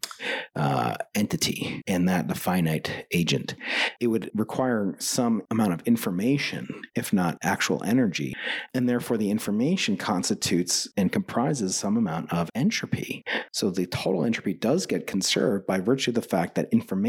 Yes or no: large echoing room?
no